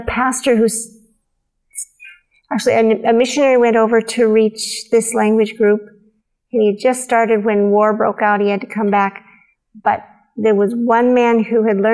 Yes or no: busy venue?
no